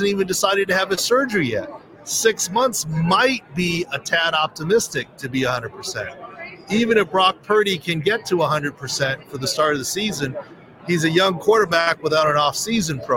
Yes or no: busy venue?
yes